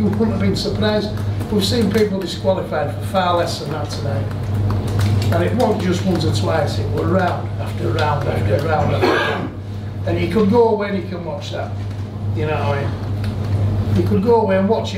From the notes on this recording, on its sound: post-fight press conference from Leeds